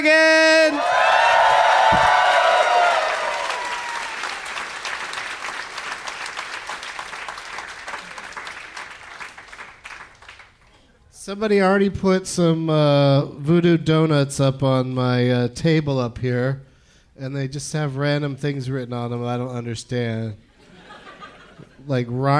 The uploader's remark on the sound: Live in Portland